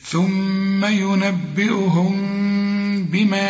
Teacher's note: ثم ينبئهم، عند الوقف اقفل شفايفك على الميم، الميم دي لو تبصلها هتلاقيها بدون تشكيل، أيوة، شوف لا ضمة ولا فتحة ولا كسرة، بيجي بعدها به، بيحصل للميم إخفاء، نخفي الميم دي